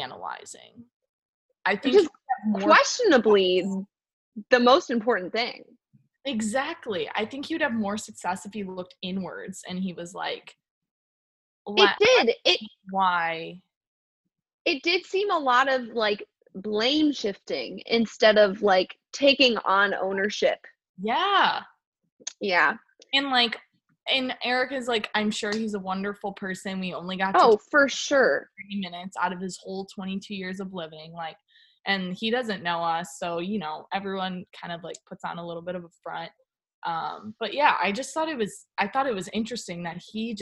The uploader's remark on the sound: Second quarantine zoom date is in the books